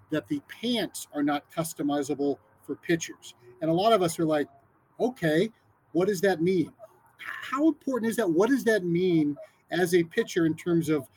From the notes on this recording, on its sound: the sounds of Spring Training in Fort Myers